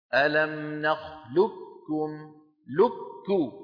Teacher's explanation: بإدغام القاف في الكاف إدغاما محضا، بمعنى يكون النطق بكاف مشددة